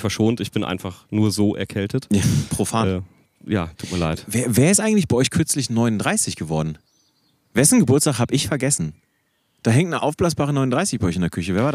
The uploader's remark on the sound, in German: in unmittelbarer Nähe zum Grill